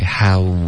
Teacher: How 结尾的 u 嘴唇再嘟起来，OK，再使劲一点